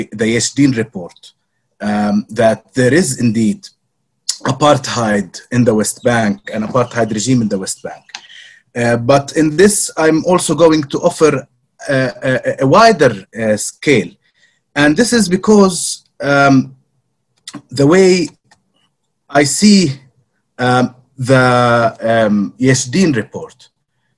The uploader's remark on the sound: for organising this webinar and for permission to use the audio